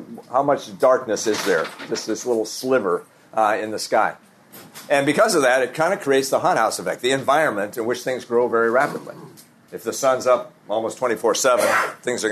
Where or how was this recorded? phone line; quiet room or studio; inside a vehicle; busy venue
busy venue